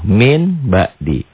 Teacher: Karena nun mati bertemu dengan ba, N-nya berubah total jadi M. · Term: iklab